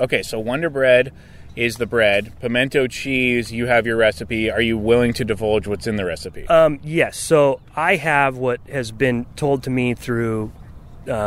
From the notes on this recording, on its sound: Live from Lake Forest GC! Their 9-hole Mustache Match live from Lake Forest GC.